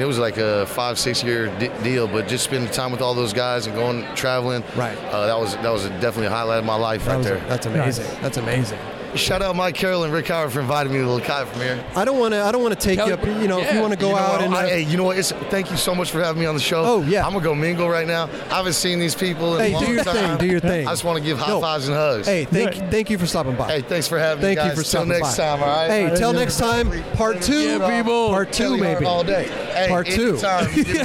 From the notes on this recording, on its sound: We were on location at the Egyptian Theater in Hollywood, CA for the premier of the new Lakai Footwear video